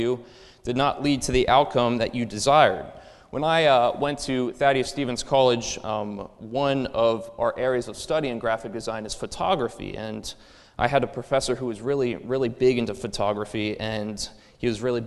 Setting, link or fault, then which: setting, large echoing room